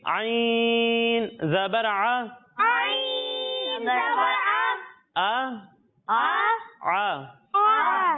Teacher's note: اور جب ہم عین کی ادائیگی کریں گے تو اسے حلق کے درمیان حصے سے پڑھیں گے